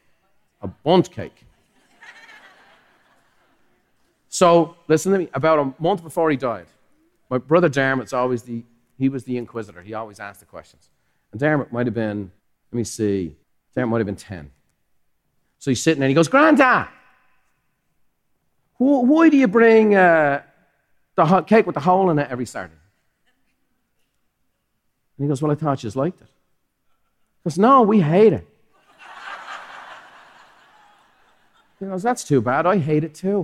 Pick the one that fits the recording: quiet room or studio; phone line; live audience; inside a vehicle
live audience